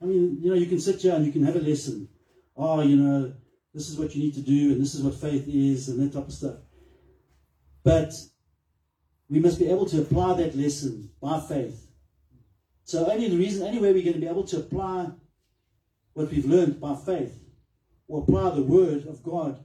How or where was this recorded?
large echoing room